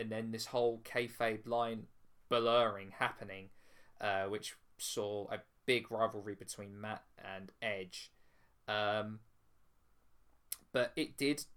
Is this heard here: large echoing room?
no